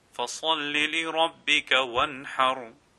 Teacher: Here we have the sad, which is pronounced with a full mouth, and wanhar, the noon, is followed by one of the huruf halaqi, so therefore you make something which is known as izhar, meaning you do not lengthen it, and you pronounce the noon clearly.